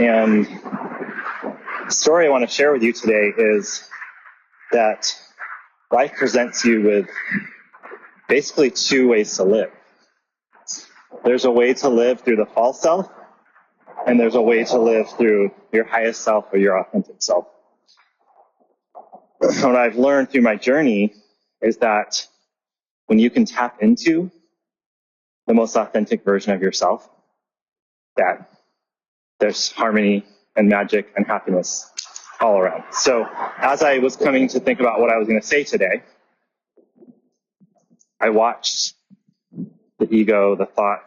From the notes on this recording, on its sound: Please forgive the audio quality.